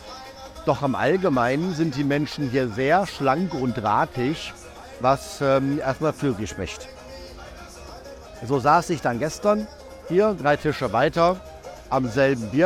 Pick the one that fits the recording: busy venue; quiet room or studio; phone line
busy venue